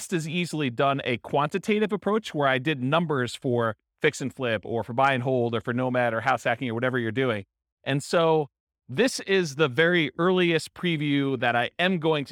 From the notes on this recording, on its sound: This was a live class recorded